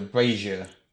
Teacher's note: Yeah, it sounds slightly like the TV character Frasier. There's a slight z in there rather than the strong z sound.